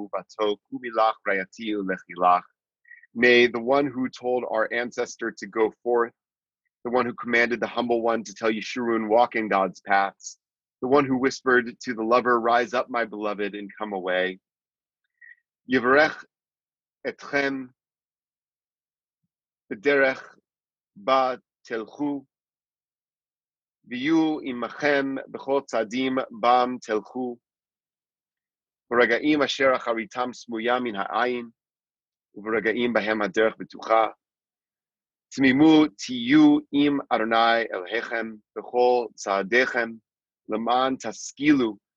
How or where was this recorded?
video call